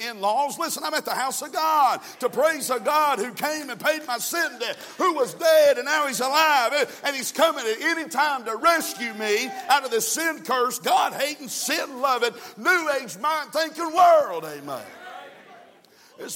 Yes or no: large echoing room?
yes